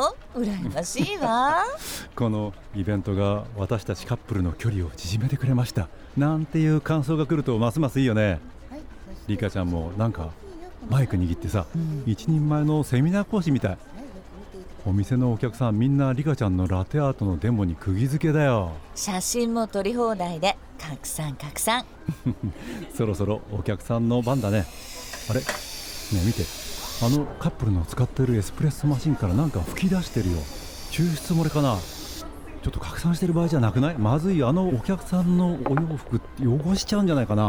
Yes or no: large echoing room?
no